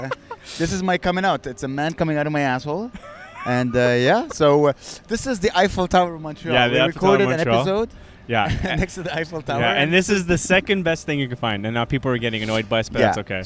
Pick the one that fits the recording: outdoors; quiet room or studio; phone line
outdoors